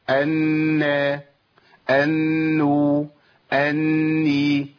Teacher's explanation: ان النون كانت بتاخد زمن طويل شويه، وقدروا العلماء بحركتين · Term: المشدده